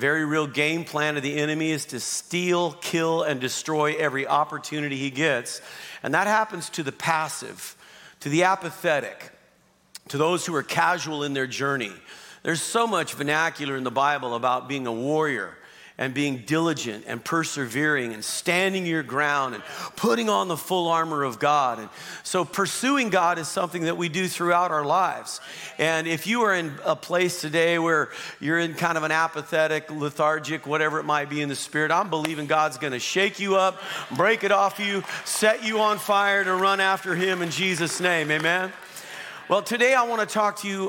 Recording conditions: large echoing room